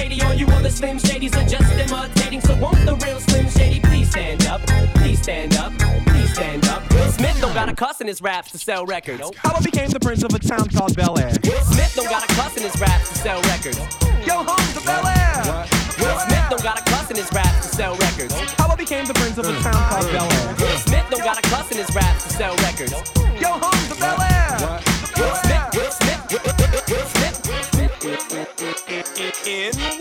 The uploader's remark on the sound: This hip hop mix was recorded live at corporate cocktail function.